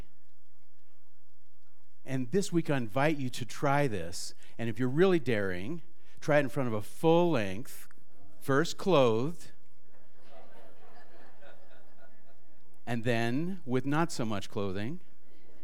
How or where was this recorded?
live audience